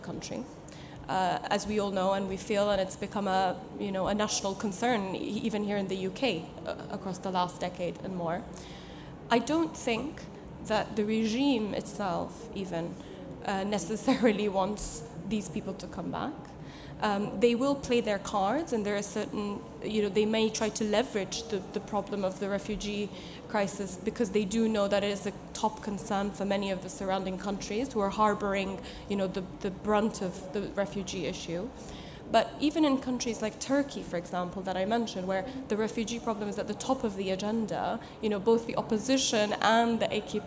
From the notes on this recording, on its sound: debates at the 2023 Conservative Party Conference in Manchester